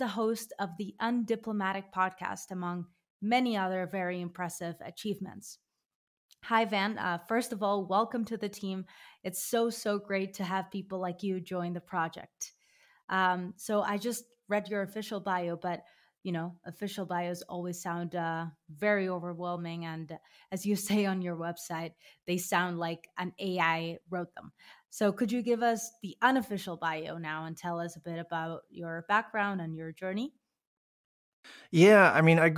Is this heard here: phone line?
no